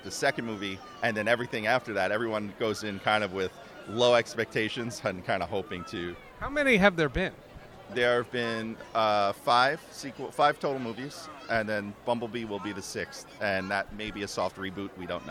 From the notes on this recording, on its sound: Recorded on the convention floor at the 2018 New York Comic Con